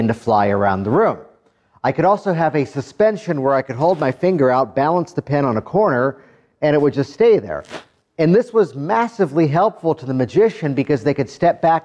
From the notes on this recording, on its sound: A live recording from a training seminar where I helped other hypnosis practitioners.